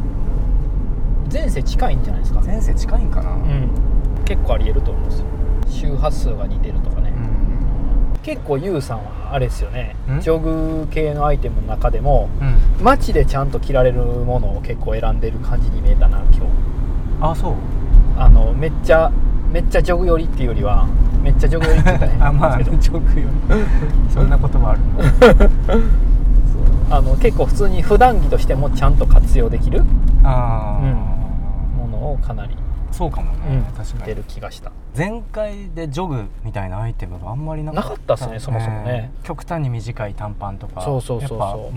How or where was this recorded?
inside a vehicle